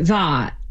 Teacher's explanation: The other thing is saying the vowel a, like in that, more backed.